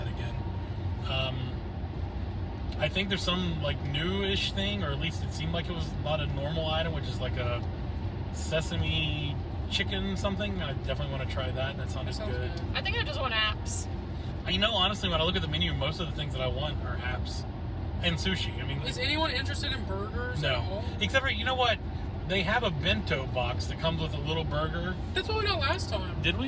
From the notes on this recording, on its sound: Recorded live from our car. NOTE: The audio for this recording did not work out as planned so please excuse the poor quality.